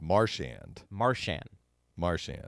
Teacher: the way I say it, you hit the first syllable, so it's Marchand.